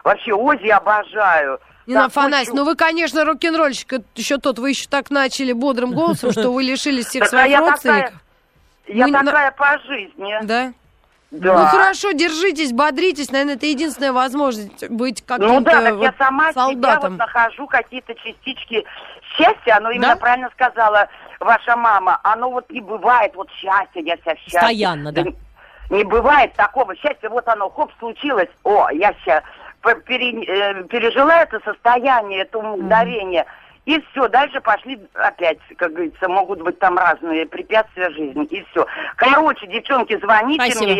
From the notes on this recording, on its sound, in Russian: По телефону.